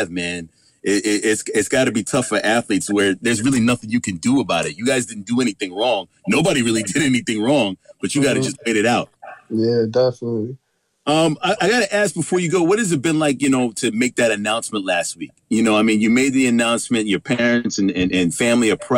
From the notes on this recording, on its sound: Called into the WDKX Wake-Up Club